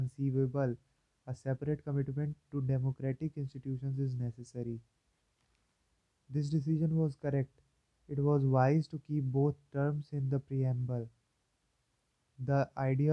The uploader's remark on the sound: Volume is very low as I recorded from earphone's mic, phone's mic is better.